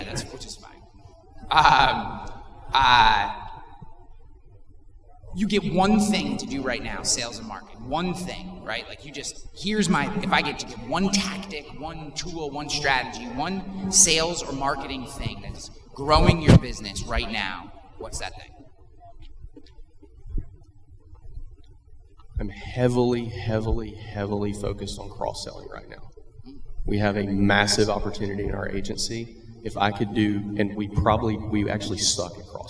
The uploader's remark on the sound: In Cleveland, Ohio in front of an audience of over 150 people for a live recording of the podcast. Special live episode.